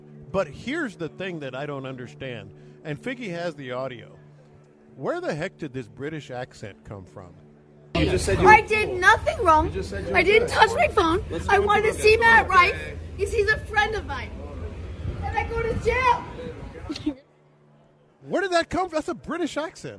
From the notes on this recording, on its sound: Live At Radio Row in Las Vegas